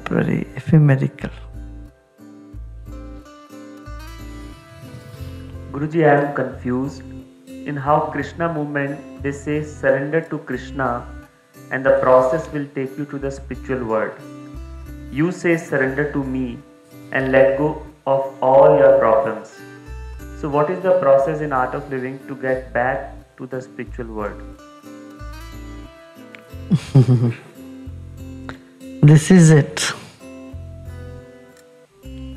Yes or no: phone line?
no